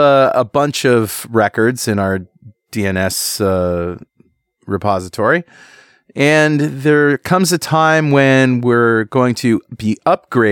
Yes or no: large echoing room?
no